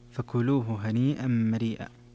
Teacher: في قوله هنيئا مريئا أيضا مد في هنيئا، مد متصل، اتفق القراء على مده